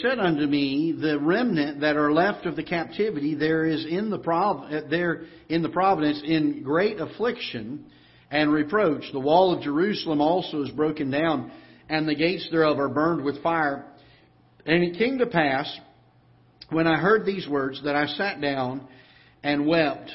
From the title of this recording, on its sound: Ketha Heights Baptist Church ~ Live Broadcast